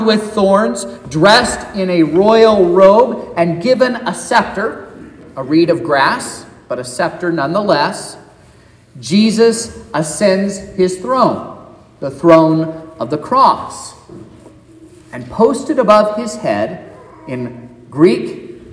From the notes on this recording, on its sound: This is the sermon preached at Trinity Lutheran Church in Vallonia, Indiana, on Sunday, May 28th, 2023